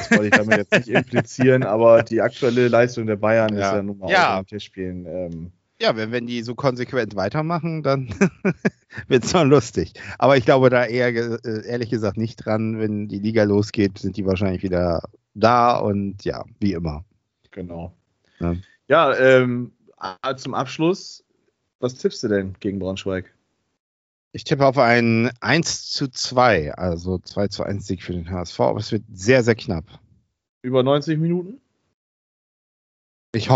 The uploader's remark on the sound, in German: Aufgezeichnet am 05.08.2021 via Skype